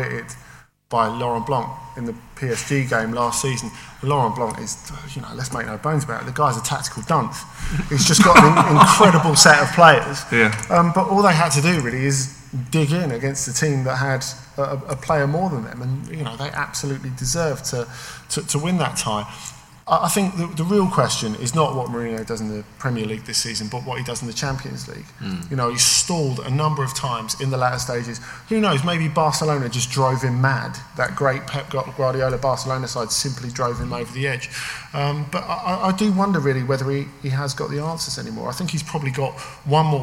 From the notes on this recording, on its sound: Recorded live at the National Football Museum as part of the Manchester Football Writing Festival, on the evening of 1st September. As ever with our live events we do the best we can with the sound quality at our disposal, what with roving mikes, the odd bit of feedback, guaranteed big laughs.